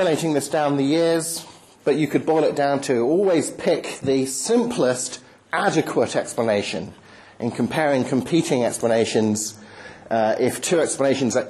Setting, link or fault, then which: setting, large echoing room